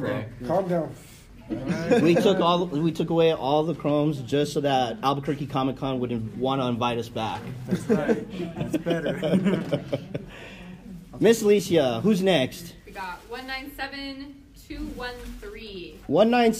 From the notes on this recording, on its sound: In todays episode we did our very first live panel at the Albuquerque Comic Con in Albuquerque, NM.